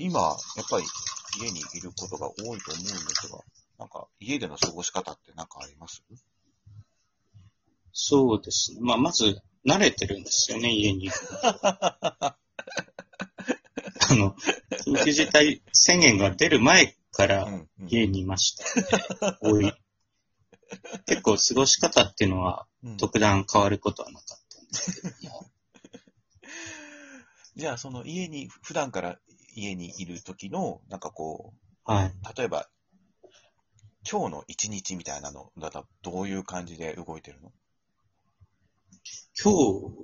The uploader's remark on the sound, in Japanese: 今回は久しぶりのリモート収録。リモート収録機能により、各々の自宅からトークに参加できます。